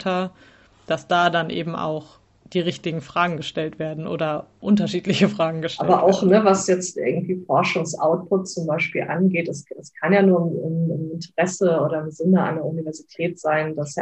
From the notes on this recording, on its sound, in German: Leider ist die Audioqualität nicht so gut